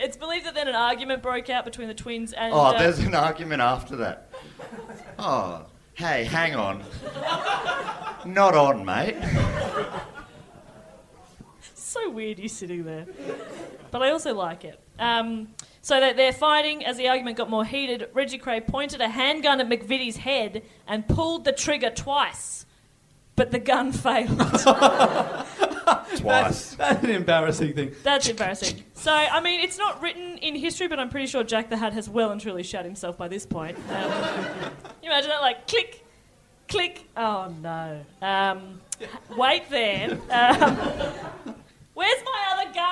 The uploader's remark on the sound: Our first ever LIVE EPISODE! Recorded at the Imperial Hotel as part of the Melbourne International Comedy Festival.